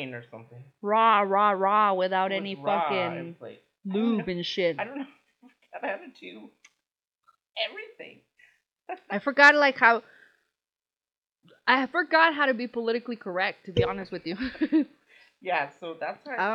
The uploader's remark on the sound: Sorry about the audio